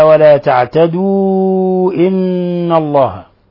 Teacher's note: مد منفصل لانفصال حرف المد عن الهمز، مد من 4 إلى 5 حركات، وعندنا نون مشددة فتغن مقدار حركتين.